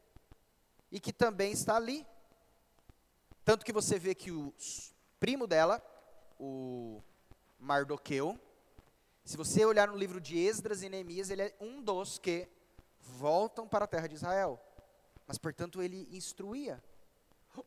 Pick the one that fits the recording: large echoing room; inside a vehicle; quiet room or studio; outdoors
large echoing room